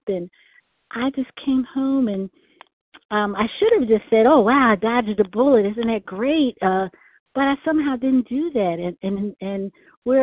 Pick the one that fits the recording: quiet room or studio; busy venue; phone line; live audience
phone line